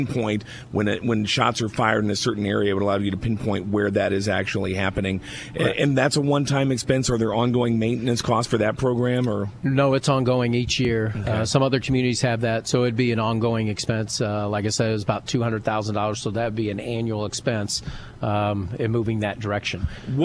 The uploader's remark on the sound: live from the Abraham Lincoln Presidential Museum